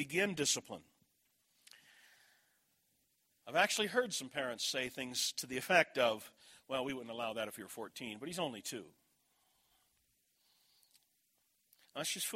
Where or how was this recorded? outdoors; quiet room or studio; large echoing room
large echoing room